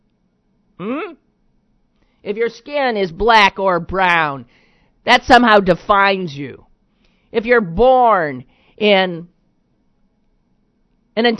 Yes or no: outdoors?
no